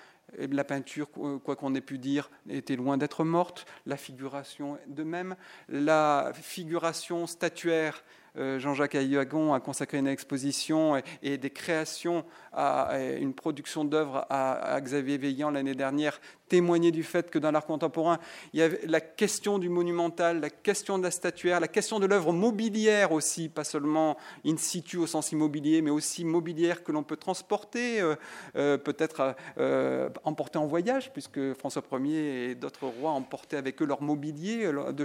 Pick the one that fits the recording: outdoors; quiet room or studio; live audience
live audience